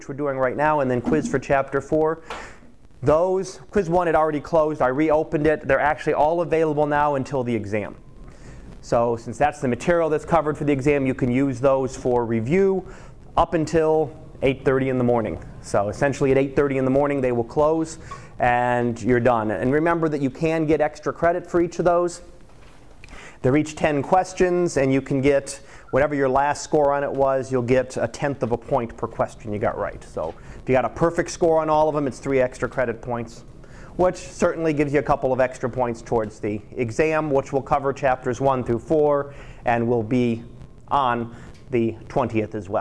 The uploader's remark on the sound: Live Class Lecture